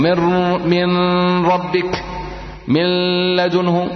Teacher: تأتي بالراء في مخرجها مع الغنة من الخيشوم